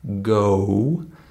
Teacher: Or in the sound o, like go, notice that there's a w sound. o. So long vowels have a y or a w sound afterwards. · Term: glide sound